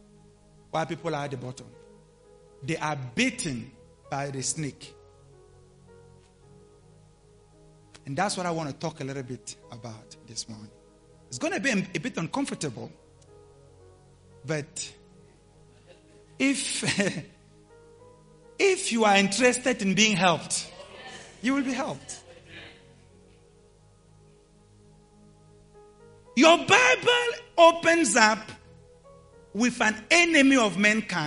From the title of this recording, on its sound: LIVE AT ABC KHALANYONI